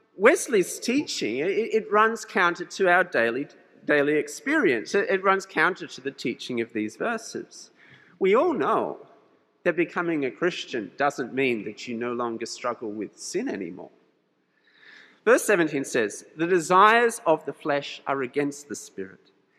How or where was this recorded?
large echoing room